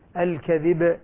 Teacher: الكذب ما عرفت أنا نطقت باء ولا ميما. فلما تأتي القلقلة توضح الباء